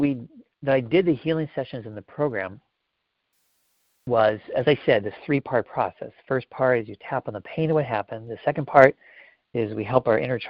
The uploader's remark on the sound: Live Q&A Calls